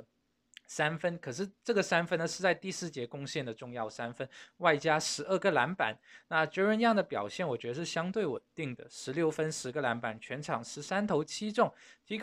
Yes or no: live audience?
no